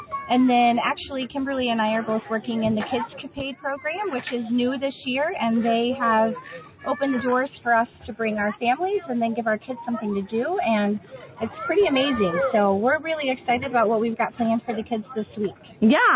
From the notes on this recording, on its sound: Live From the 56th Escapade Escapees Rally July 2016 Essex Junction, VT